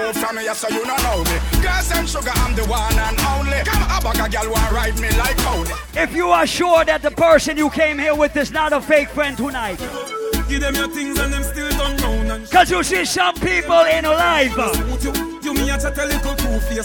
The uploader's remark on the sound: LIVE AT ISLAND SATURDAYS ON JULY 6TH